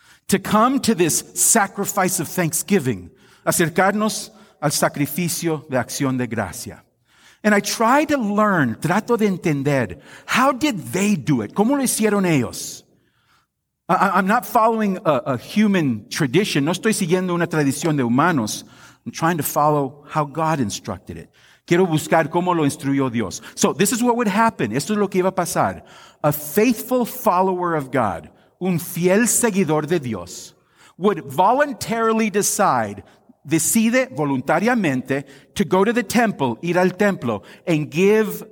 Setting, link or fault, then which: setting, large echoing room